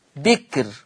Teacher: الكاف الساكنة حاجز بين الباء المكسورة والراء المضمومة، فحكم الراء الترقيق قولا واحدة